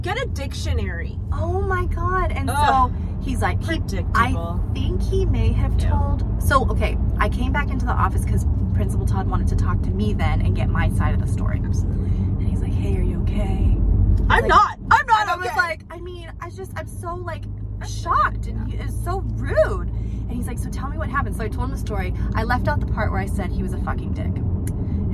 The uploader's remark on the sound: We recorded this in the car so please excuse the live action background noises